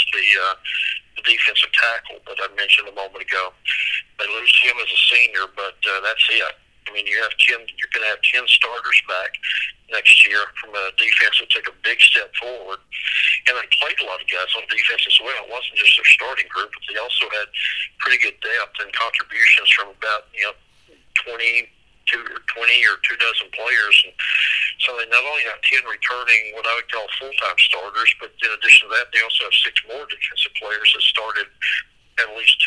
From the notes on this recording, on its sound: call into the show